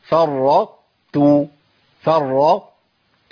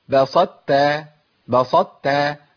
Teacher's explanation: اجيب التاء الاولى مطبقه مستعليه · Shown in: first take